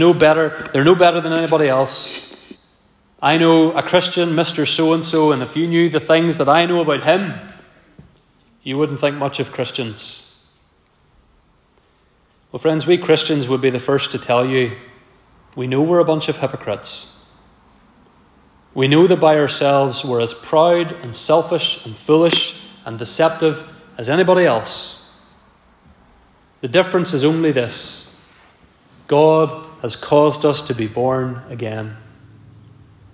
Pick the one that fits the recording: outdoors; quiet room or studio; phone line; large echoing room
large echoing room